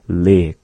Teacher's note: It's having the more elongated vowel, the double I.